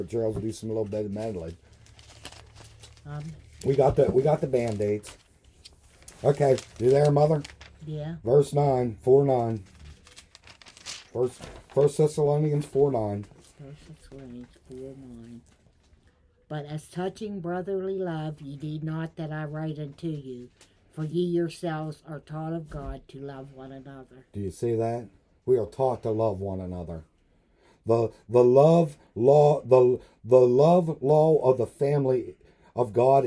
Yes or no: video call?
no